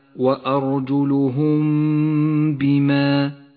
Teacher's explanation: قوله تعالى وأرجلهم بما الميم الساكنة وبعدها حرف الباء إخفاء شفوي تخفى الميم بالباء مع بقاء غنة لها بمقدار حركتين · Term: الإخفاء الشفوي